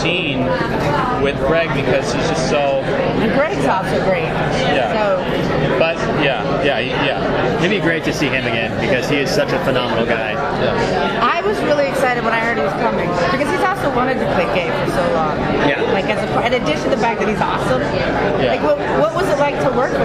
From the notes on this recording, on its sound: at the Day of Days event